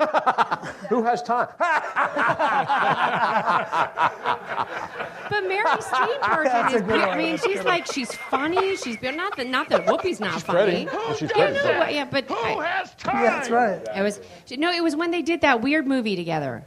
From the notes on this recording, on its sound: We came out firing with a great mid February crowd and crazy show at Comedy Sports Philly.